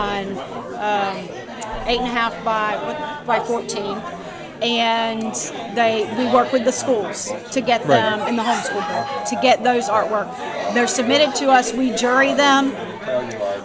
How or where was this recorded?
busy venue